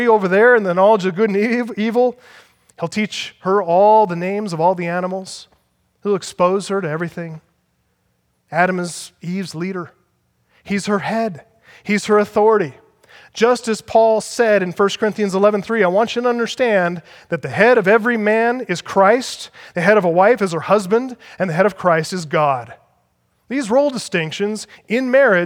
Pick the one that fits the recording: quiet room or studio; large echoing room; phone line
large echoing room